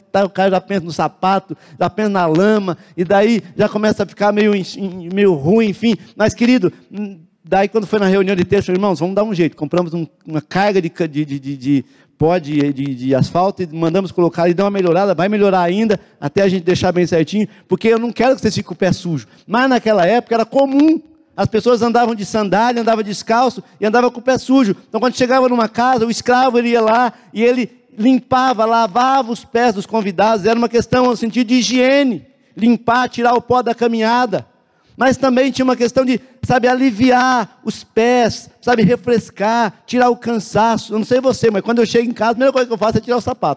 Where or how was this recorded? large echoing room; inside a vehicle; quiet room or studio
large echoing room